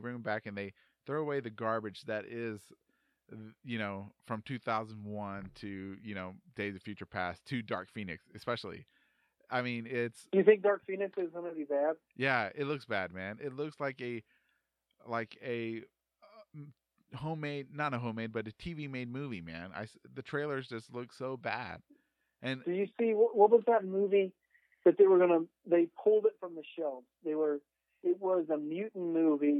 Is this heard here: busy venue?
no